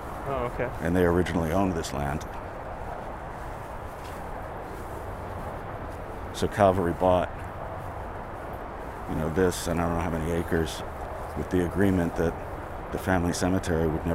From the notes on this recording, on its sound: We go on a walk through Old Calvary Cemetery